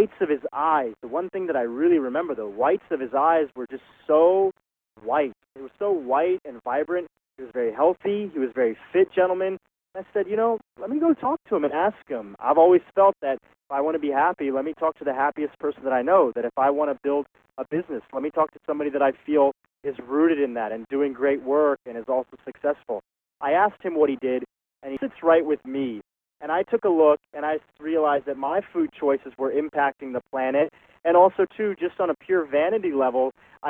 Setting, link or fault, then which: link, phone line